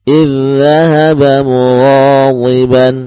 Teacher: tipiskan dal tipiskan jangan dibaca tebal